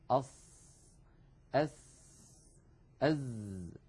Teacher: عندما ننطقها نضع طرف لساننا يعني رأس اللسان عند الصفحة الداخلية للثنايا السفلى، للسنين الكبيرين اللذين في مقدمة الفم. · Term: أحرف الصفير